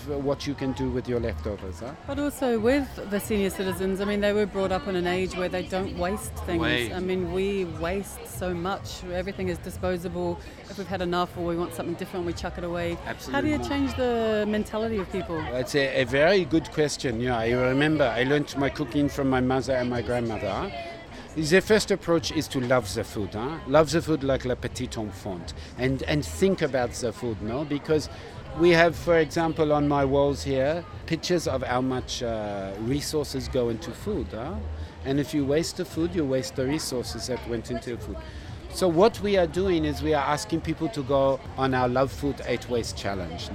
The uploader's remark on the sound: Lismore hosted it's inaugural Eat The Street food festival extravaganza on a perfect Shire Day so of course I had to take my microphone